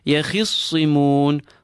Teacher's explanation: Kha is affected, slightly affected by the kasra that it carries.